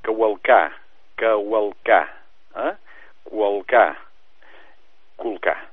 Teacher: la V aquesta, cavalcar, es pot pronunciar com una U